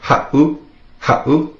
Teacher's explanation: If you were to take out that 7, it would be pronounced ha'u, with the 7 in there. Makes that little glottal stop, that pause.